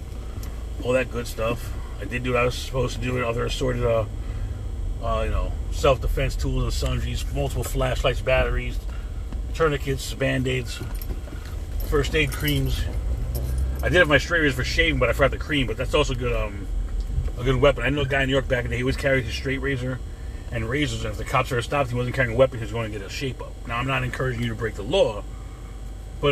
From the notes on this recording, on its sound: In this CarCast